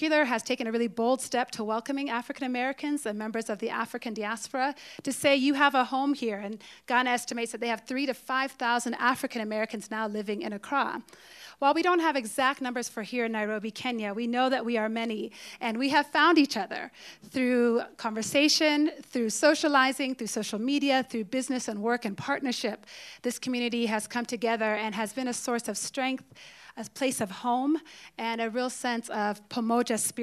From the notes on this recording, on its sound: This episode was recorded at Pawa254 (pawa254.org).